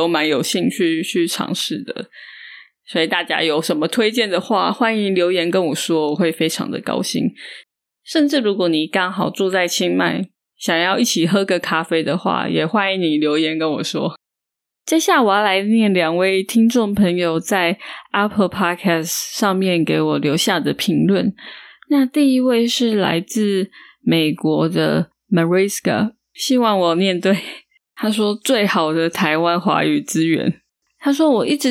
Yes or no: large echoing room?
no